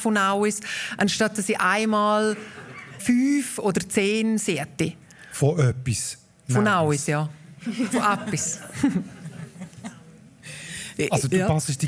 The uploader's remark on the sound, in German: Arosa Mundartfestival vor Publikum aufgenommen wurde.